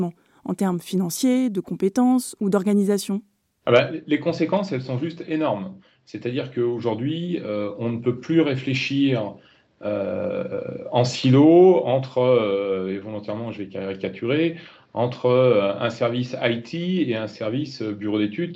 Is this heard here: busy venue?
no